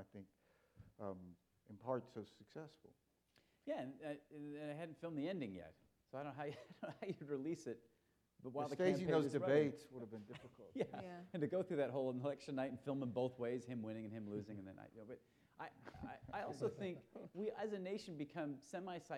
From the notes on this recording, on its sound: Four clips from the documentary that were screened during the Forum. The panel also responded to questions from the audience.